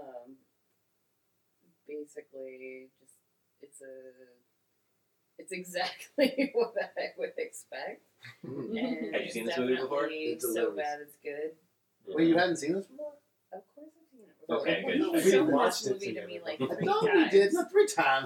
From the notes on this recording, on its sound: Maybe not the best audio that we've every done. This week we invite several friends over to watch Disco Godfather.